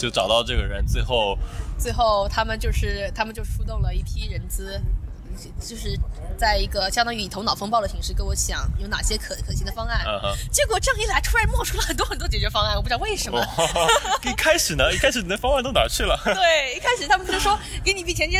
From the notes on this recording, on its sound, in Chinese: 户外录音，稍有杂音，多谢谅解